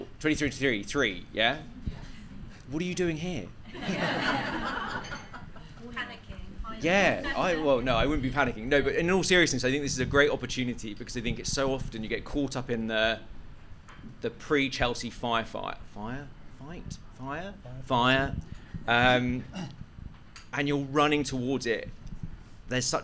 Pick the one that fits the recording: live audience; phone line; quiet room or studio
live audience